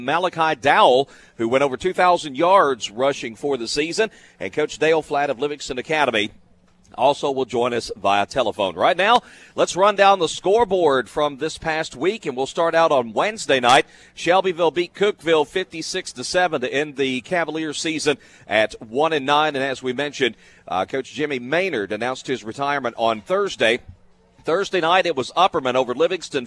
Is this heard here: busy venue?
yes